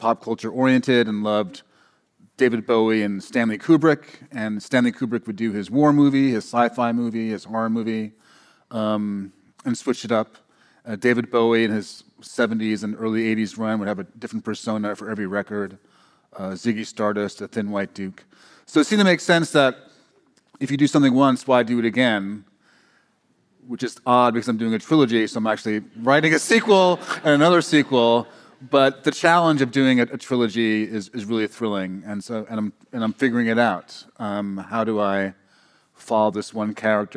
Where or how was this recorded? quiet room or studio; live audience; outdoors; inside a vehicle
live audience